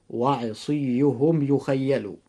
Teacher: يجب إظهار الميم الساكن إظهارا شفويا، ويكون الإظهار هنا إظهارا قويا